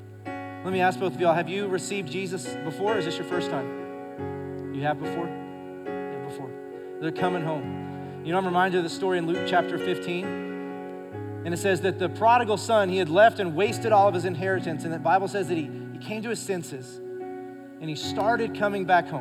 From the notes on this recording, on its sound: Recorded live during our Sunday morning service